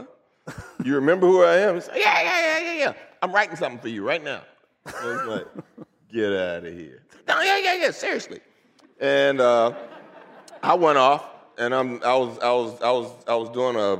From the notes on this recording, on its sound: a special live taping of the podcast